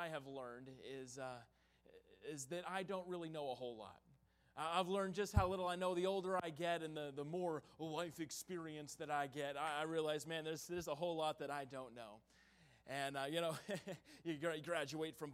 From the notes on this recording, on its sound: in the Tuesday Evening Revival Service on November 8, 2022, at Victory Baptist Church in Boonsboro, Maryland.